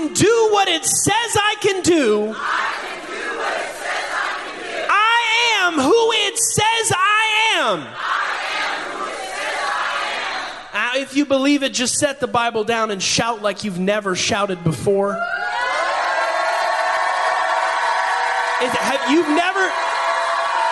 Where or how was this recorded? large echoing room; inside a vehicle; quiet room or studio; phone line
large echoing room